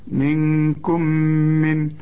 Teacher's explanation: الميم بعدها ميم إدغام بغنة